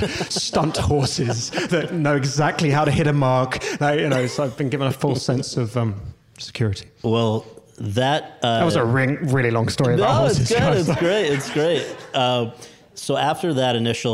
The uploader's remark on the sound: In front of an audience at the Newport Beach Film Festival